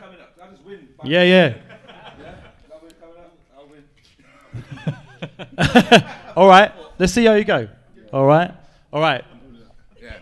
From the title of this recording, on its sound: LIVE! From Offspring Kings Cross